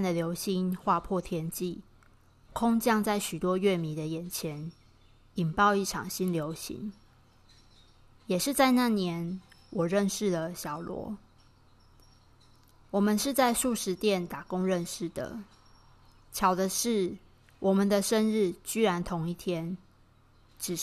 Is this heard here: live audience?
no